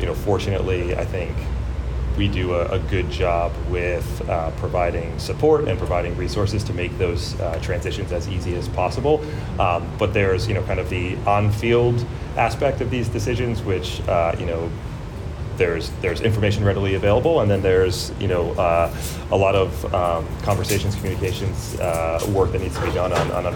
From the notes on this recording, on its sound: Meets The Media On The Final Day Of The GM Meetings. Meets with the media again on the final day of the GM Meetings. Answers questions from the Boston media.